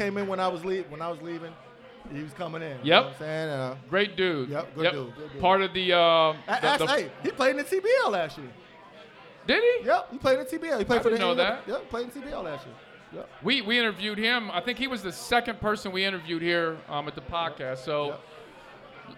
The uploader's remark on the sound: LIVE at Mio’s